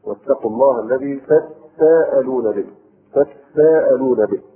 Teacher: وقرئ بإدغام تاء التفاعل في السين لتقاربهما في الهمس